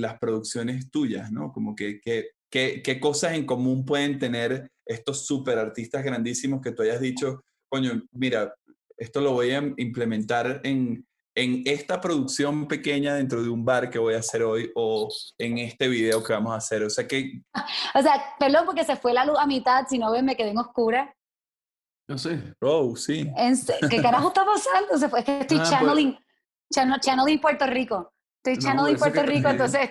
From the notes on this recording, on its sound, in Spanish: El Music Deal se conecta vía Zoom